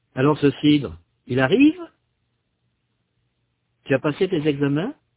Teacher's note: le ton de la voix monte à la fin de beaucoup de phrases interrogatives, en particulier celles qui demandent une réponse du type oui ou non